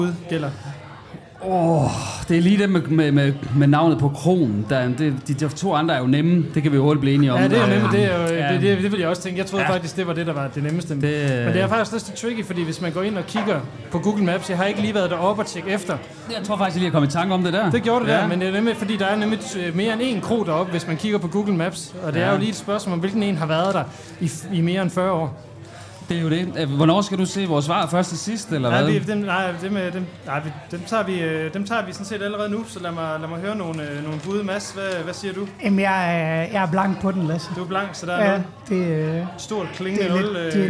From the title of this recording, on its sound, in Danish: live fra Proud Mary